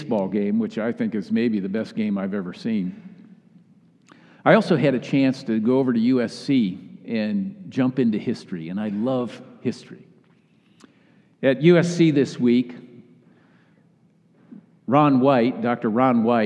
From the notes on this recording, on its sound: Message delivered during the Classic Worship service.